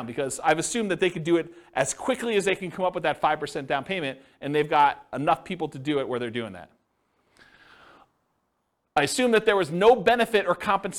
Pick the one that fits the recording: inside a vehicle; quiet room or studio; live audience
live audience